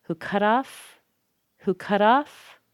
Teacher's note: Cut off, that's a phrasal verb. We're going to stress the off. So we've got to rush through who cut off.